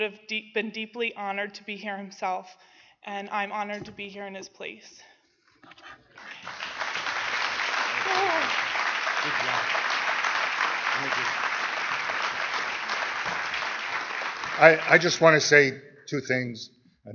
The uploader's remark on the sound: 2017 NAATP Awards Banquet. This is the Leadership Awards Banquet.